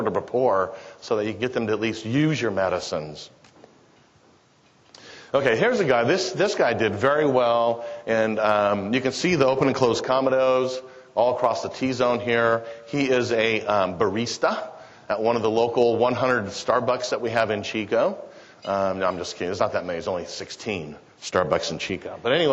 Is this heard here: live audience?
yes